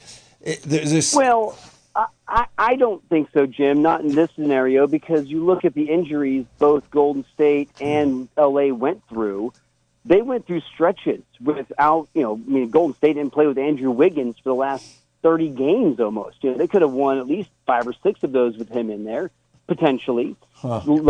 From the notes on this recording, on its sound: An hour of community call ins about all things sports.